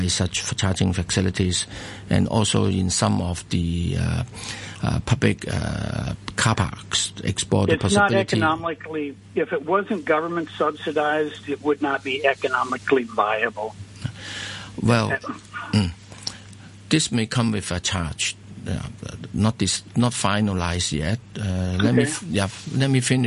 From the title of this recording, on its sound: Phone-in